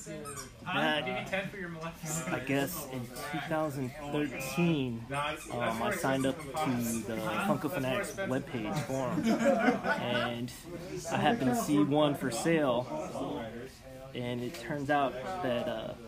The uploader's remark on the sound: In today’s episode the guys were live at Lobo Comics